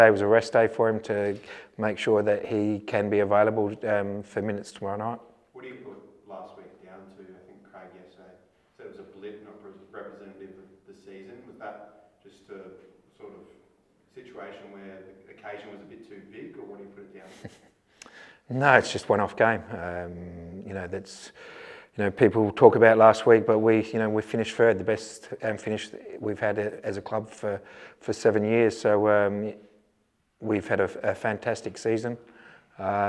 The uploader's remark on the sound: speaks to media at Coopers Stadium